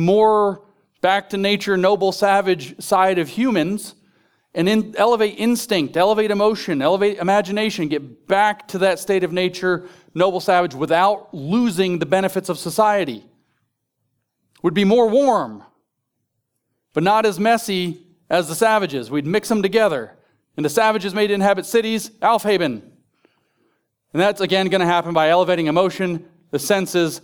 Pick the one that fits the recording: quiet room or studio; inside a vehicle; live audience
live audience